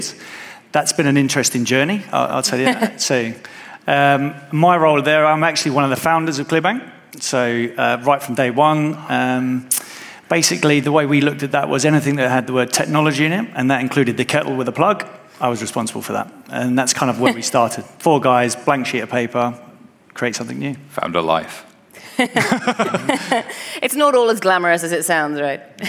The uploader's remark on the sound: We are coming to you live from FusionONE! Today we have a brilliant live show for you.